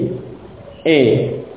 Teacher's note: Adapun imalah, yakni mengarahkan suara fathah tersebut ke arah kasrah